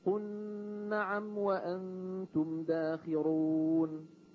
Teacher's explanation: الكسائي يدغم اللام من قل في النون من نعم، فيصير النطق بنون مشددة